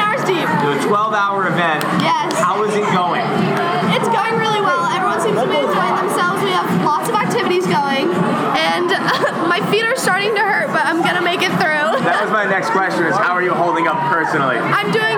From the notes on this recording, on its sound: we take our mics to MiniTHON